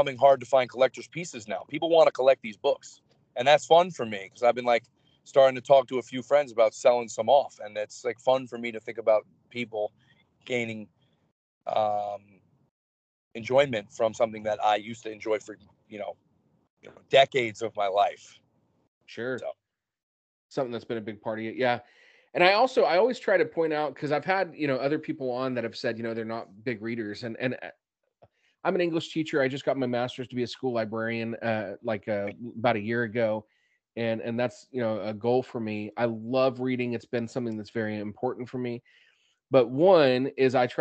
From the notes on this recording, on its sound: while he was driving back home with a friend